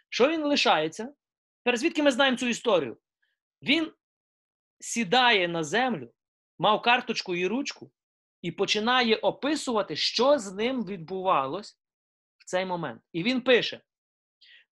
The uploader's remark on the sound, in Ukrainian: Zoom зустріч